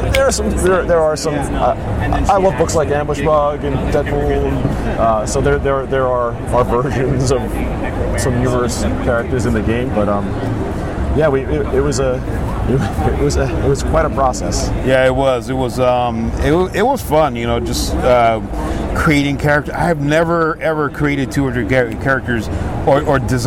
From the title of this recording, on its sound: LIVE from SDCC '23